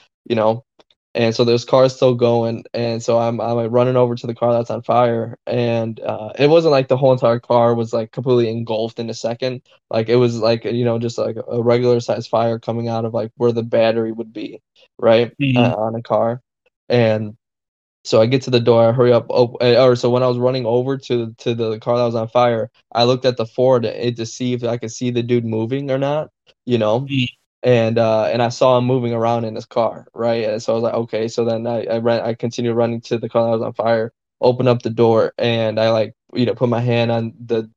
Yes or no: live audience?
no